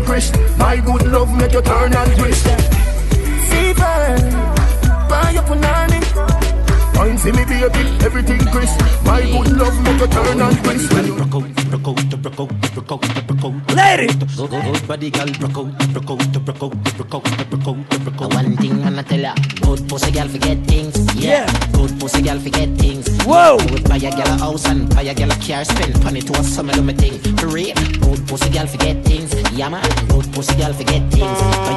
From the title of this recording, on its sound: LIVE AT ISLAND SATURDAYS